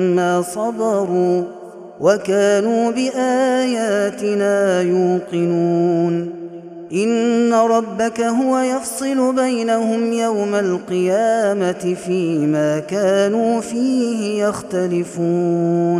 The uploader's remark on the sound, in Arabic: هذا التسجيل من صلاة التراويح